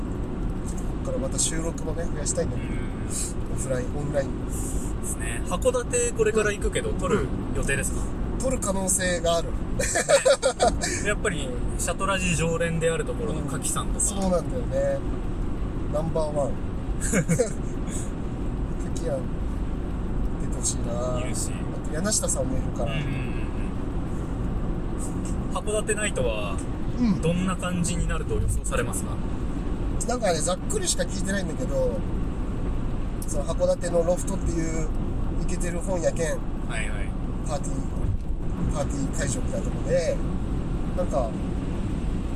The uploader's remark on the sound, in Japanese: 函館ドライブ収録。はじまりと再会の地、函館に向かう道中で、オフライン収録！